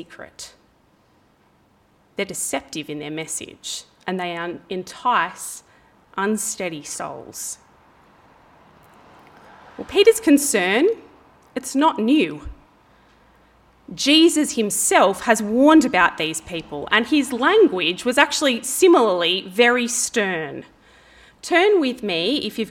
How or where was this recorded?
large echoing room